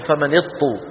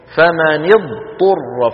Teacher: لا تدغم الضاد في الطاء · Shown in: second take · ولا يفعل ذلك أحد من القراء العشرة أبدا، فمن اضطر، فلا بد من بيان الضاد عند الطاء.